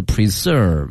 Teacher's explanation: 那个 s 是发 z 的音啊，哎，z 音是一个浊音，不是那个 s 音哈